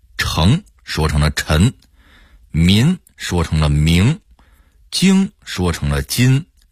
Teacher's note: 湖北安徽人说话没有后鼻音